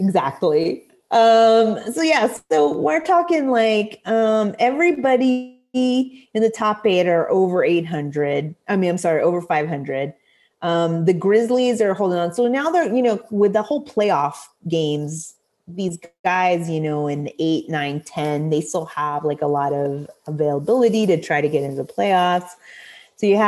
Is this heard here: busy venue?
no